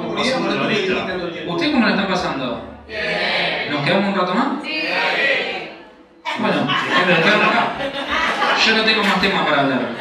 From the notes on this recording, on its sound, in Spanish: Función en vivo en Bernal. La hicimos en nuestro bar amigo de Ríe Bar de Bernal. Tuvimos un problema con la consola, por eso el audio no salió perfecto.